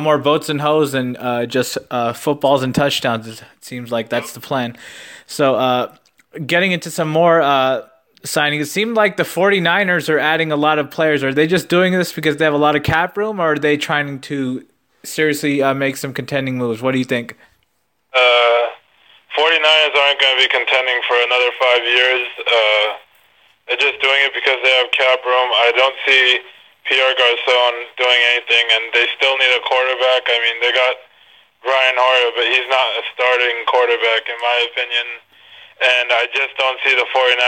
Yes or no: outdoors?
no